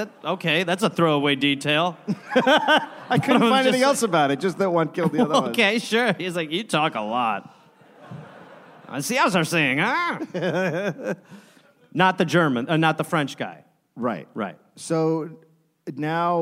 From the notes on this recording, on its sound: Recorded live in Sacramento, California.